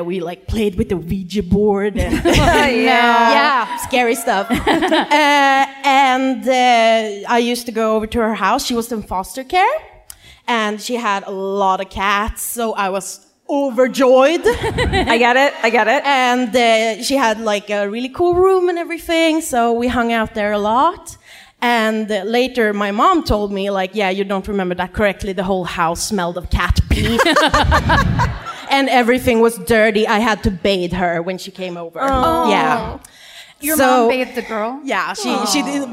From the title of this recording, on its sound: Live at the Chinateatern in Stockholm